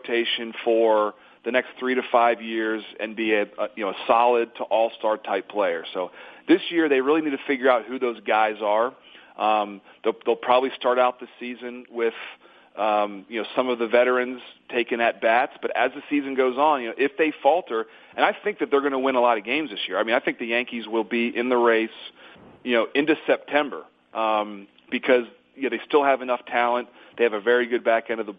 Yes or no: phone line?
yes